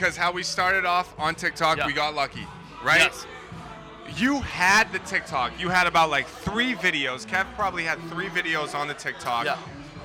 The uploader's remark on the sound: LIVE at The Greatest Bar in Boston, MA